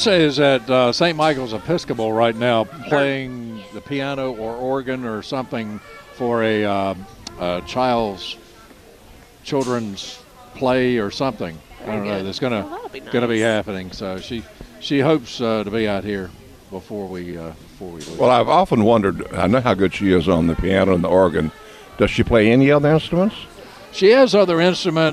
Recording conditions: busy venue